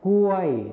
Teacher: ส่วนภาษาไทยถิ่นอีสานจะไม่ใช้คำควบกล้ำรอลิงนั่นเองค่ะ